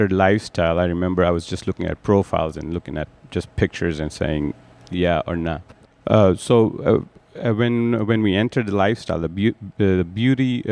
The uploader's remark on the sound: Some audio recorded in the Disco with fellow podcasters WeGottaThing.